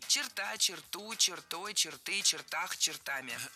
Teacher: перед нами слово с ударением на окончании во всех формах